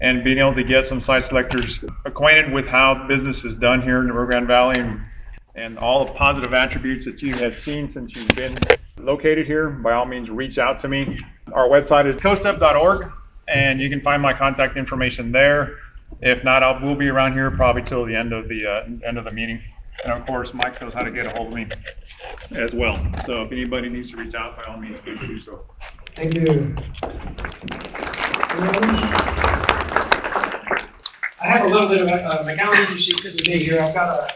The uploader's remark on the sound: BROWNSVILLE, Texas. At their most recent monthly meeting. Around 80 people attended the meeting, which was held at Rancho Viejo Conference Center.